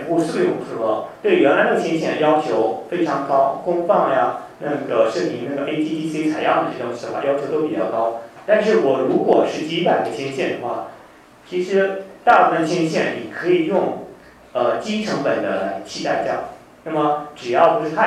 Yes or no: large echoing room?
yes